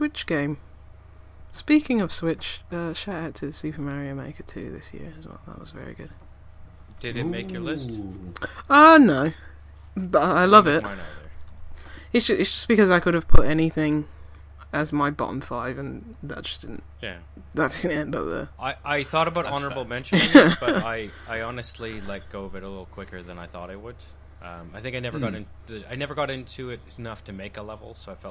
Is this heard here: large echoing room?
no